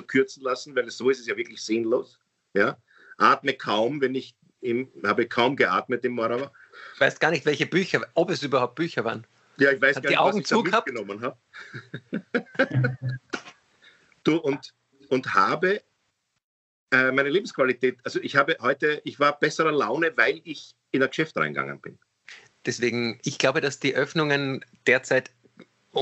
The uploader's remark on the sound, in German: Aufzeichnung einer ZOOM Session